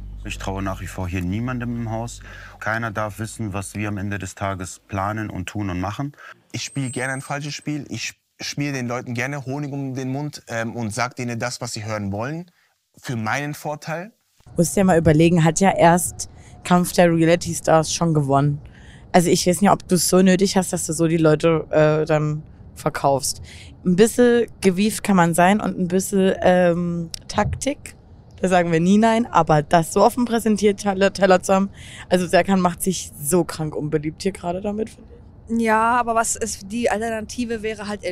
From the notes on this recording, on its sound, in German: Auf dem Weg nach Köln im Auto aufgenommen. Entschuldigt, falls es etwas wackelt.